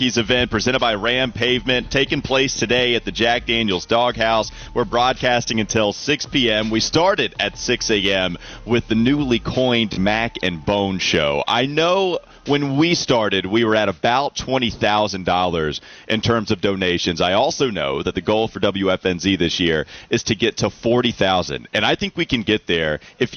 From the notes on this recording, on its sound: live from today's Street Turkey's event live from Dog House